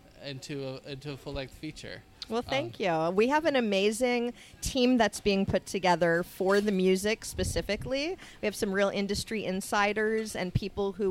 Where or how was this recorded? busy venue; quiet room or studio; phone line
busy venue